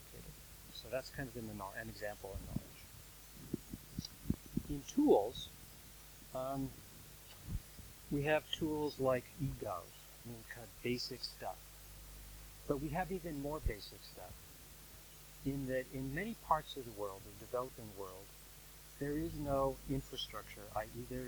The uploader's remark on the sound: Friday Lunchtime Lectures at the Open Data Institute.